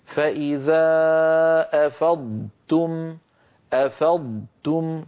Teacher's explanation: لابد من أن ننطق ضادا يتلو ضادا مفخمة مستطيلة يتلوها تاء مرققة مستفلة